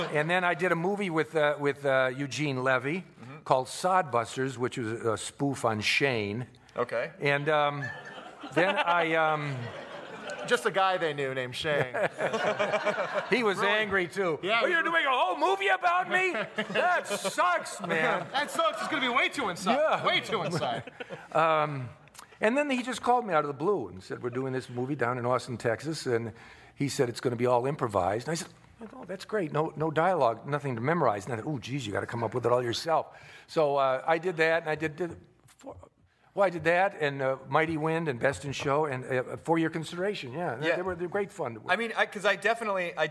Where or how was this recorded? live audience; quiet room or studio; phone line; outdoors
live audience